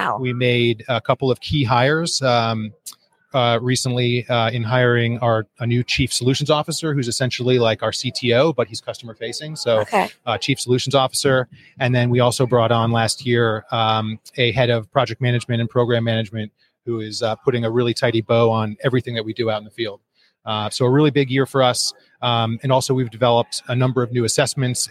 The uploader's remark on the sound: JSA TV LIVE at PTC’23